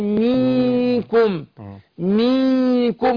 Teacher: ما هو انا لو اشبعت حركه الكسره تتقلب ياء، ولو اشبعت حركه الضم اديتها اكتر من لازم تبقى واو، هيتقلب من حركه لحرف.